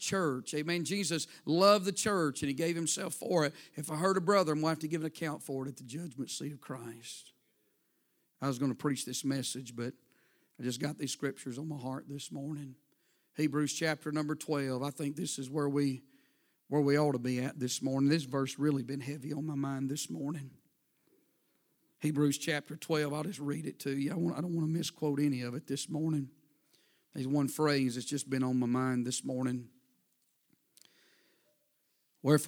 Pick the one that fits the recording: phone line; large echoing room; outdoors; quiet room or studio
large echoing room